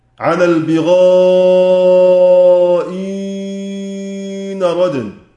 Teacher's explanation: زي عندنا سيدنا ورش على البغاء إينا رادن، هيحرك النون بحركة النقل، بحركة النقل، فحركة النقل حركة عارضة كما علمنا، فيتحصل من ذلك لورش على وجه إبدال الهمزة محضا وجهان، الإبدال مع الإشباع عملا بالأصل